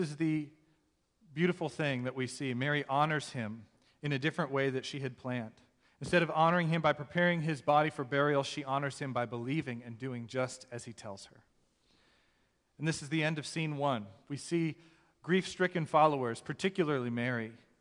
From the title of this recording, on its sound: 2021 Easter Sunday Service - Audio